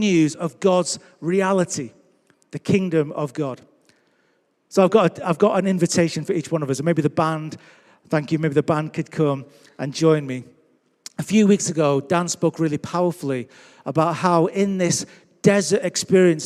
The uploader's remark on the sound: Recorded Live at Life Church Lancashire on 3rd October 2021.